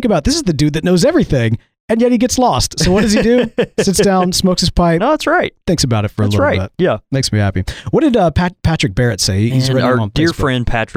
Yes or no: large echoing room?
no